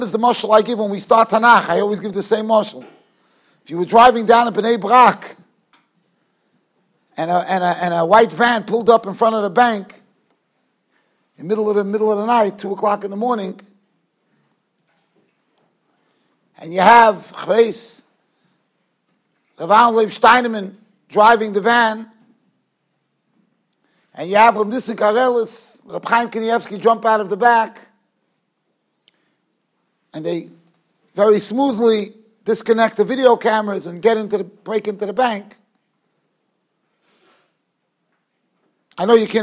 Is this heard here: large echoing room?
yes